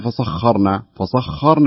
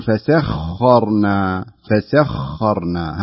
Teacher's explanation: لاحظي فساء وليست فصاء، ما تصير فصخرنا فصخرنا، لا هذه الصاد، احنا سين عندنا تقول فسخرنا فسخرنا · Shown in: second take